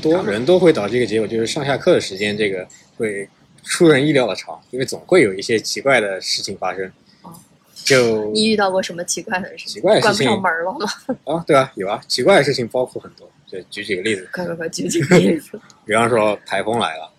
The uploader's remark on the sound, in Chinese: 本期录制场地所限，背景有些杂音，见谅。